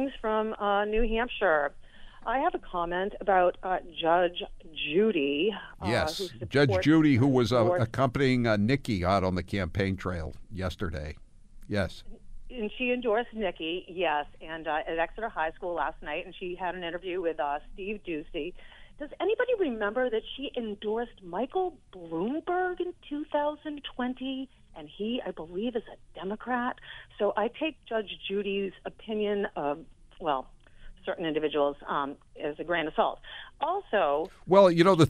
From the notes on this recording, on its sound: Granite Staters call in to share their sentiments toward the former president and the neocon.